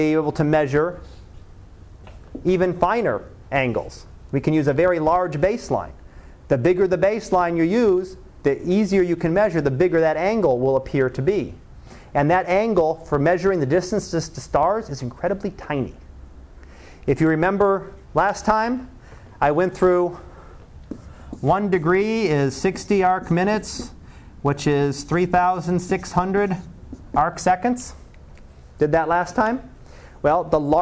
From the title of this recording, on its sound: Live Class Lecture